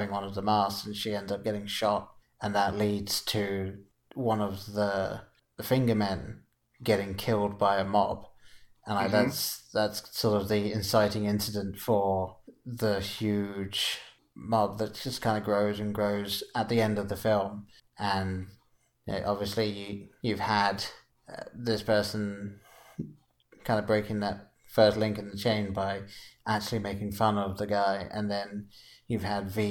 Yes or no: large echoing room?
no